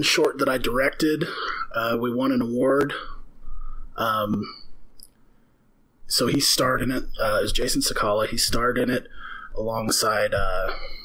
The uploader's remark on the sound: Sorry for the audio quality issues. There is mild distortion throughout, and sometimes the sound cuts out entirely. We were trying a new setup and it seemed fine during our sound check.